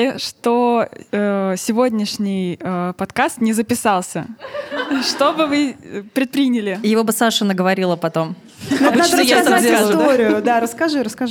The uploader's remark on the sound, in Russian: У нас в ушах еще стоит шорох бумажных стаканчиков и ваш смех, как заготовка, звучащий именно там, где нужно, а сердце колотится от вида полного зала. Запись не способна передать всю любовь и тепло праздничного вечера, но часть их вы точно почувствуете.